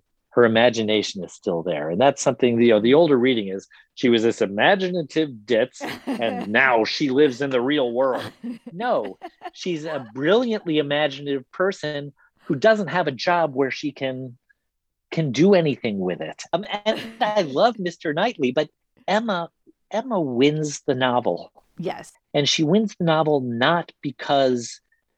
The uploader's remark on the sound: We spoke on a recent sunny Saturday, by Zoom. Here’s an edited excerpt from our conversation.